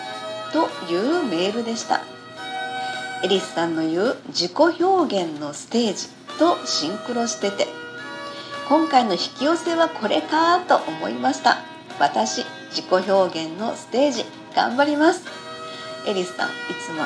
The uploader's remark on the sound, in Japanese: パソコン事情により、音声収録の方法がいつもと違い雑な感じですみません。エレクトーンの調律を工夫し創作、演奏。